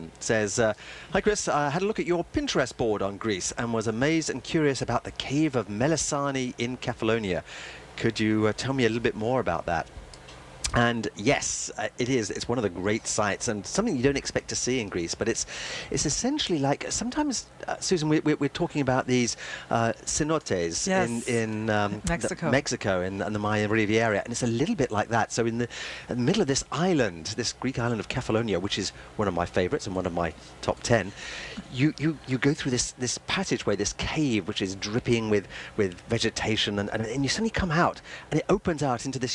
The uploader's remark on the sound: Broadcasts live from the Pilaros Taste of the Danforth.